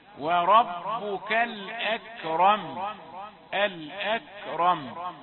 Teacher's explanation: تبين همس الكاف هي مهموسة وليست مقلقلة، همزة مرققة وكاف مهموسة، واضح أن الراء ما دامت مفتوحة فهي مفخمة.